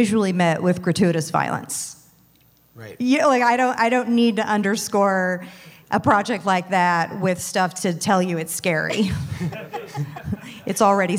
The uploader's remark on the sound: Live from Midsummer Scream 2022.